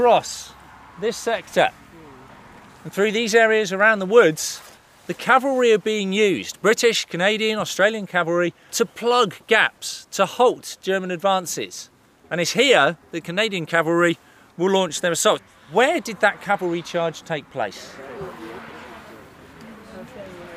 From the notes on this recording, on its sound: In August 2018, students from across the United Kingdom joined students from France, the United States, Canada and Australia on the Western Front to commemorate the Battle of Amiens. Recorded mostly during that battlefield tour. In this podcast, we visit MOREUIL WOOD.